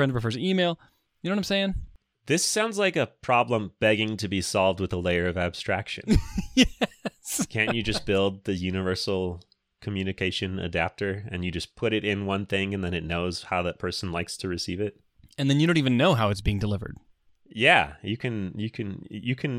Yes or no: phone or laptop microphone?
no